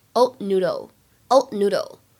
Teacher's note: old noodle 放在一起的时候呢，有一个不完全失去爆破